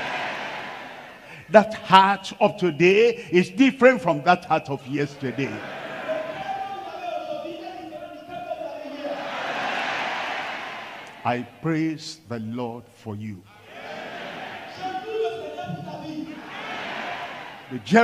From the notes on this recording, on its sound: live from Lomé, Togo